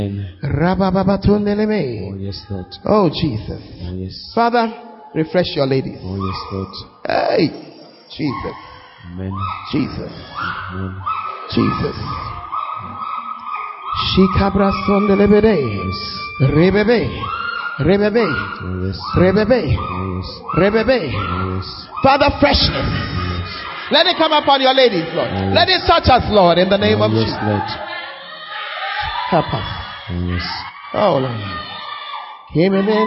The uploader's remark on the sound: Convention Day 3. Preached at LCI Jesus the Truth Cathedral, Bawku.